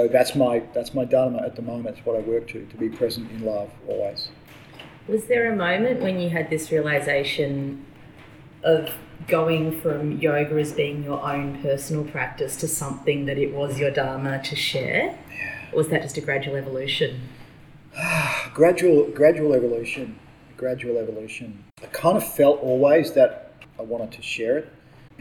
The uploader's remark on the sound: This episode was recorded at West Side Yoga - there was a little bit of background noise, so I apologise for the slightly diminished sound quality.